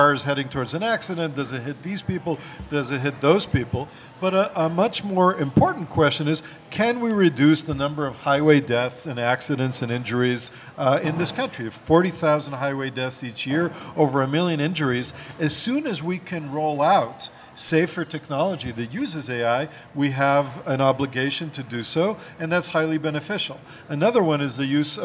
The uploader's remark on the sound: Recorded before a live audience at the Seattle meeting of the American Association for the Advancement of Science.